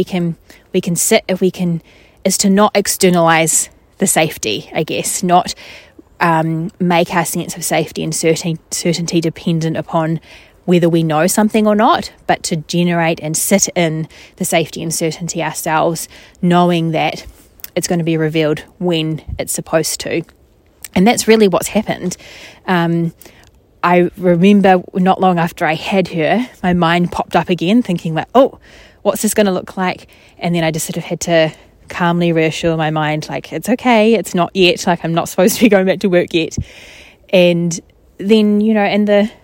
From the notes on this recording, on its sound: More nature sounds, probably. “just record it in the forest!” (a place I love to go walking).